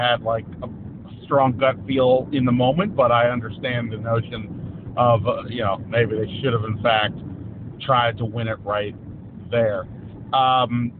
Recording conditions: inside a vehicle